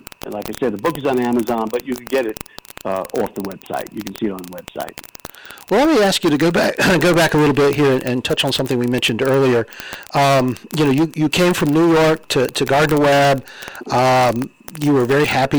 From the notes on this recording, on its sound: A phone interview